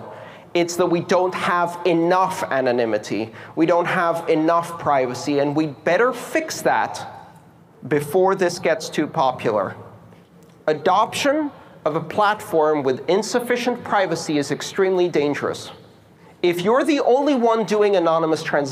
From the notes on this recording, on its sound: This talk took place November 25th 2017 at the Riga Art Space for the Baltic Honeybadger conference in Riga, Latvia.